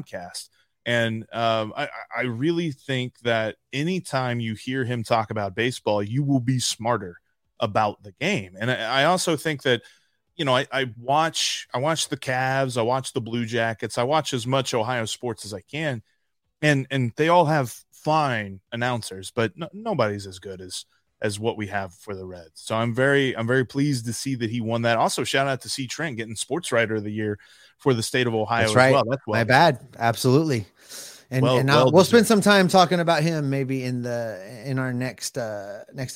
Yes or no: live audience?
no